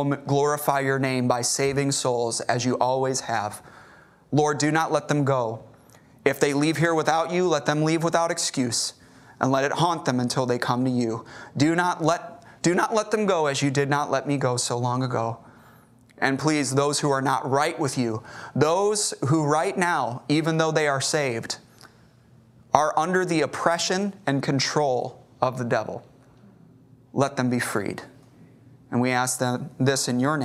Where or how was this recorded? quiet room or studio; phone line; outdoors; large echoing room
large echoing room